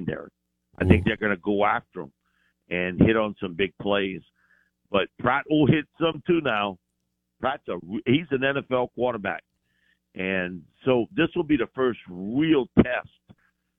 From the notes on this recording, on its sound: In the second hour of the show live in the BankPlus Studio. On the Farm Bureau guest line.